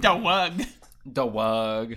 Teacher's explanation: Turn short vowels like dog into longer diphthongs.